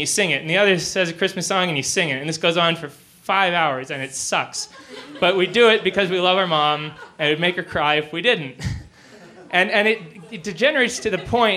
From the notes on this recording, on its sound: He shared this story in front of a live audience at the Deer Pile in Denver, Colorado.